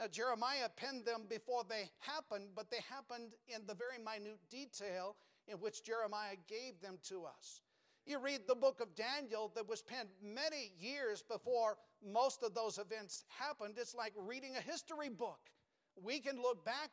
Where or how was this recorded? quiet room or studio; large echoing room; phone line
large echoing room